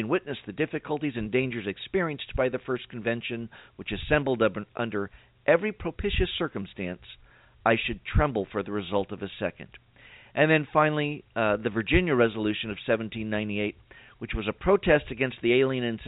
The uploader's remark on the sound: we'll allow time for your phone calls